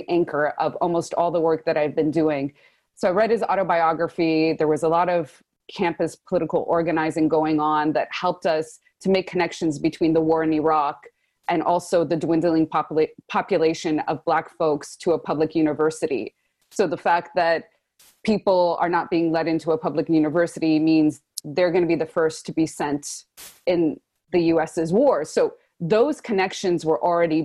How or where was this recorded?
video call